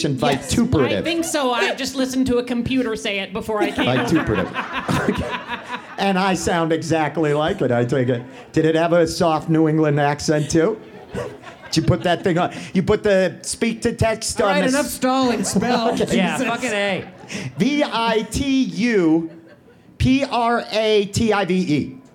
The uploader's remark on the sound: Behold, our first live, in-person podcast ever! This is an edited version of the live show.